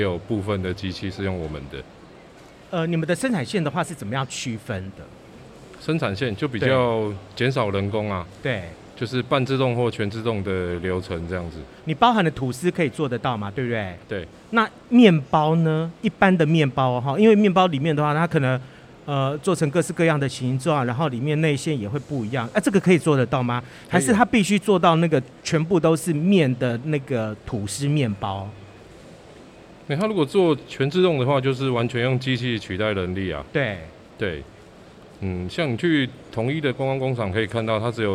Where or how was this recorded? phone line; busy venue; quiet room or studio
busy venue